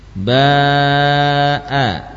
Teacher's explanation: ini ukuran mat pada huruf ba sudah bertambah ya, jadi 4 harokat